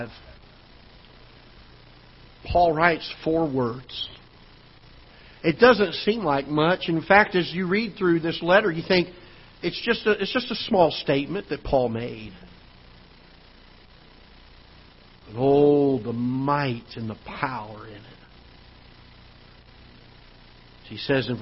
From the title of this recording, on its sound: Ketha Heights Baptist Church ~ Live Broadcast